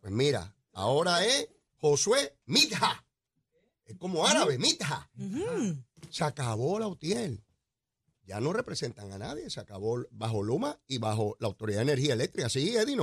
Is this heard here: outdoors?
no